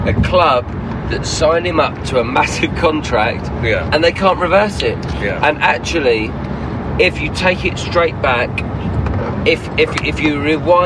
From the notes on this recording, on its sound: record a podcast on their way back from our 1-1 draw with Manchester United